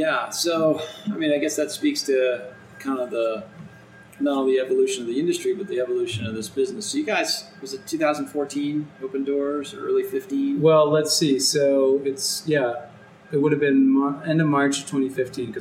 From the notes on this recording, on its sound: This interview was done on location. That makes the sound quality a bit challenging.